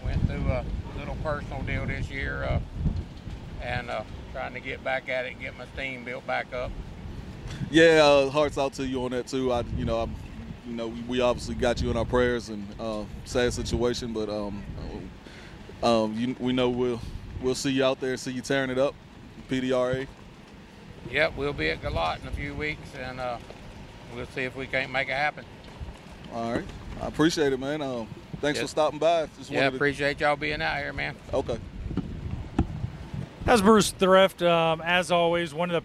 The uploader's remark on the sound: Live at The World Series of Pro Mod, Bradenton Motorsports Park.